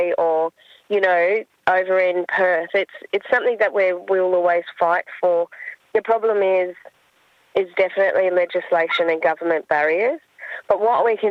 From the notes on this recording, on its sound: Phones.